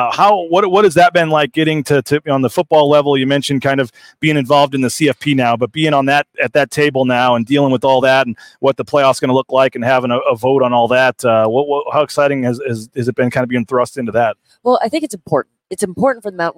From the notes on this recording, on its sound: Live from Las Vegas. At Mountain West Women's Basketball Media Day at Resorts World in Las Vegas on a special episode of Bronco Nation News LIVE.